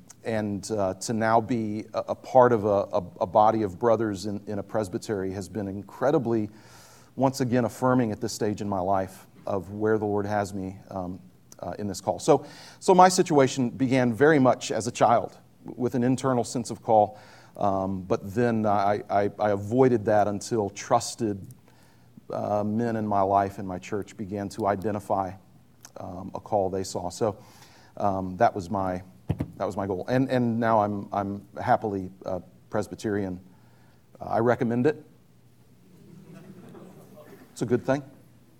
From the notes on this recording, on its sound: on a LIVE panel at the annual Preaching Conference at Westminster Theological Seminary